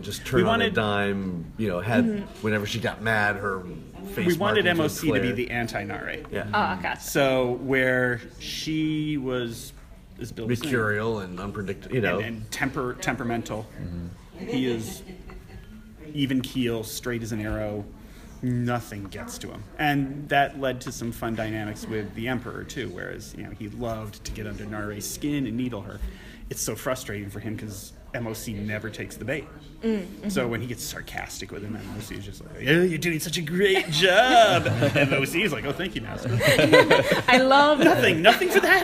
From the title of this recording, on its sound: Interview at Celebration